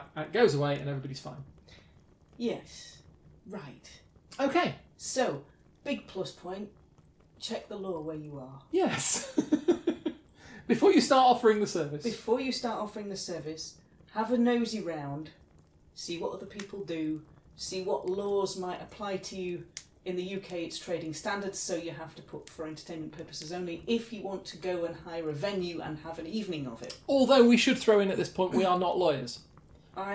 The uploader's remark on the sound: Background fire ambience